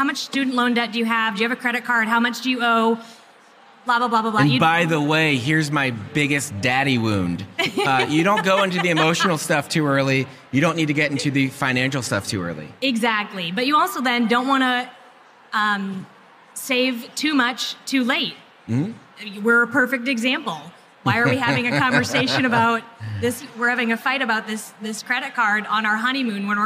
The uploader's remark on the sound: Recorded LIVE at SEEK 24.